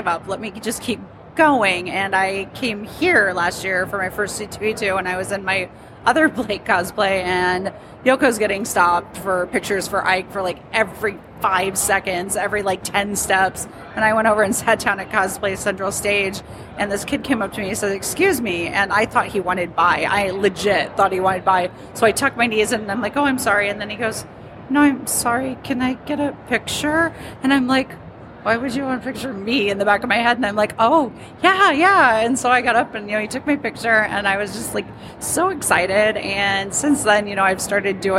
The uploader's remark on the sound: Live at C2E2